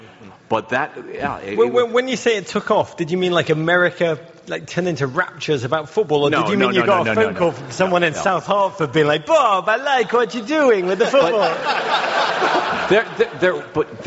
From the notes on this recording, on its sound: Live from Broadway